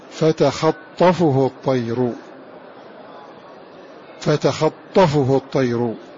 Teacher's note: قرأ نافع بفتح الخاء وتشديد الطاء